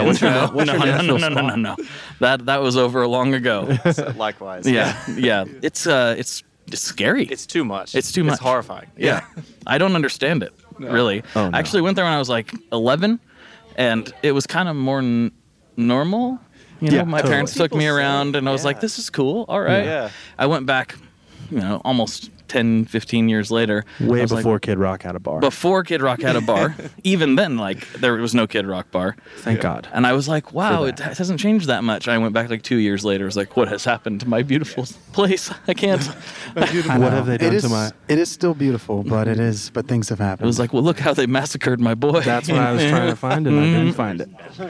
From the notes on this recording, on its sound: These Fairwell Fest episodes are recorded in the "green room area' of the festival and it is a much different environment than I'm accustomed. You'll notice the vibe is slightly different, but not in a bad way.